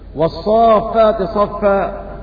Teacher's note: مد لازم كلمي مثقل لاجتماع المد والسكون في كلمة واحدة وسمي مدا لازما لمده ست حركات وسمي مثقلا لإضغامه.